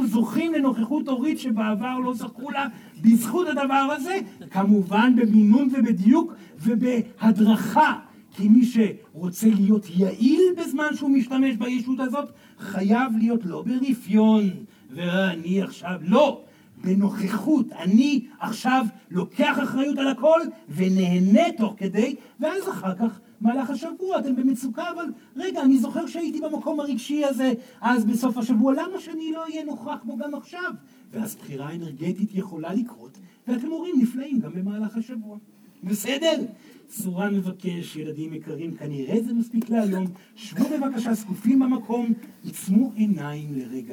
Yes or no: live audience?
yes